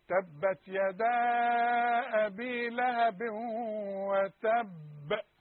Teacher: اقفل شفايفي وافتحها على طول تحصل القلقله وتب. لكن الحرف المشدد عباره عن حرفين، يبقى القلقله ابين